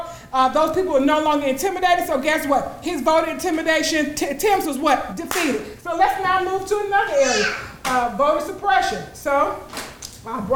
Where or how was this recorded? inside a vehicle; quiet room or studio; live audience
live audience